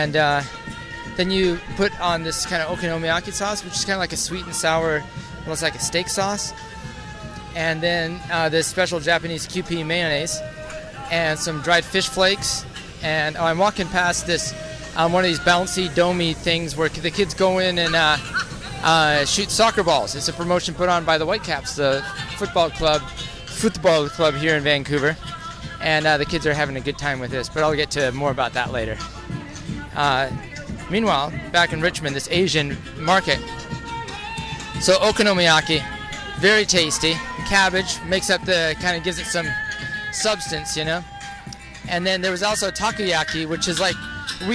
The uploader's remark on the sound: While strolling around Victoria Park near Commercial Drive during Car Free Fest Day